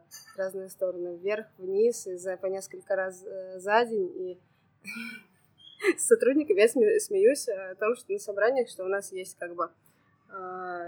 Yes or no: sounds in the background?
yes